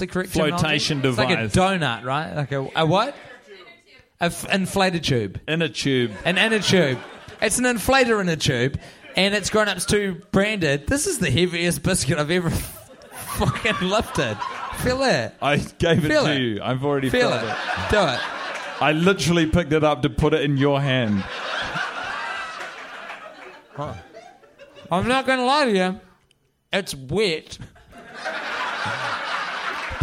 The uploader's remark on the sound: Recorded live in front of a soldout CineFamily crowd on Sunset in Los Angeles, California. After a public viewing of the movie.